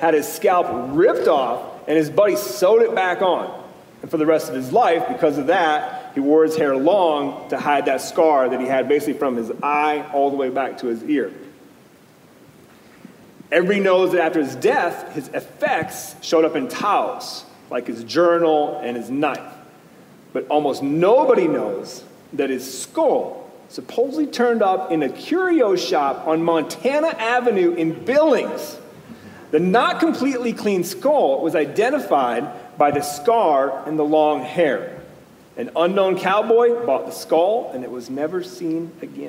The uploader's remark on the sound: Come to you from our live show at the Alberta Bair Theater in Billings, MT.